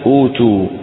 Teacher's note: تبدل الهمزة الثانية واوا